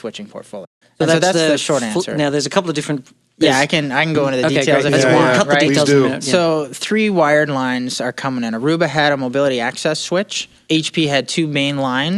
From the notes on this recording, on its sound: Show comes to you from Atmosphere 2016 Vegas – the largest community conference for enterprise mobility engineers – hosted by Aruba , a Hewlett Packard Enterprise company.